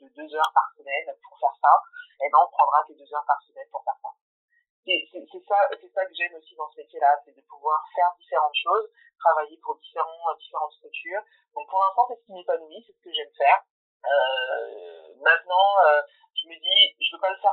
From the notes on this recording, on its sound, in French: Je m'excuse pour la qualité audio de cet épisode, qui n'est clairement pas au rendez vous, j'ai essayé d'améliorer le plus de choses possible au montage mais cela était impossible de supprimer tous les bruits parasites sans abimer trop l'enregistrement.